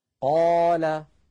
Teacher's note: القاف مفخمة فالألف تبعتها في التفخيم